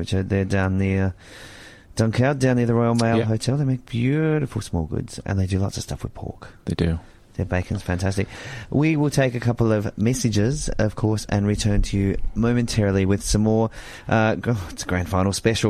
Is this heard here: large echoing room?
no